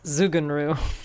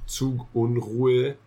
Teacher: the U's are much more rounded, and the E sound is a much lower E sound than the English E. · Shown in: second take